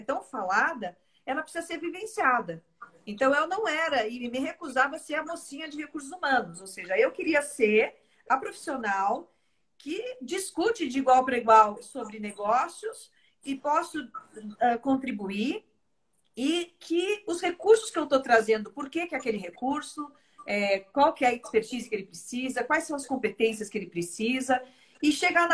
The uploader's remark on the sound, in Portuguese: Live realizada no Instagram em 07/10/2020.